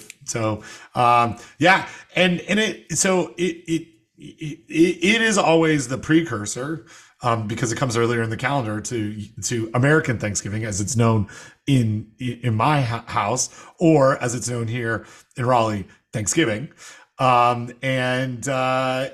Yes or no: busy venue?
no